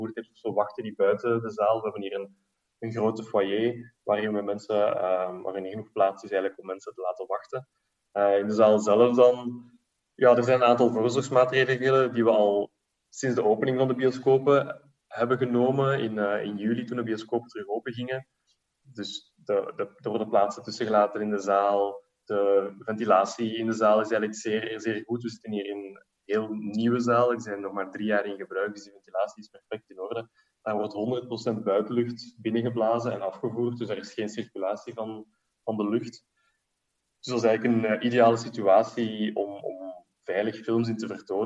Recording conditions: video call